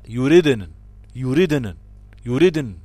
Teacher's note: وما تقلقلش النون. تقف عليها بالتسكين المحض طالما أن الكسر هنا كسر ثابت في حالة الوصل فقط وعند الوقف يسكن وهي غير ثابت فيها الياء.